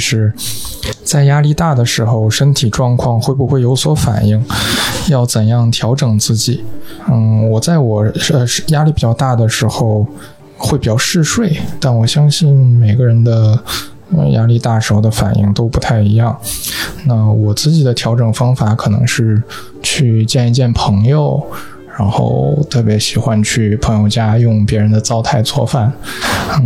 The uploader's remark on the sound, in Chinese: 发现喜剧周嘉年华。在这场嘉年华中，我们再次搭建起了“陌声人电话亭”，让来到这里的人们用声音相聚！它的规则很简单，就是走进电话亭，按下录音键。受限于收音条件，背景音会有些嘈杂，偶尔会有声音忽大忽小的情况，也有因为参与的观众没有念出自己的问题，而导致问题不连贯的情况出现。